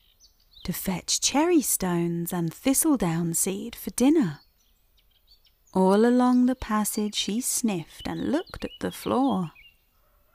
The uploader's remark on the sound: Countryside and birdsong ambience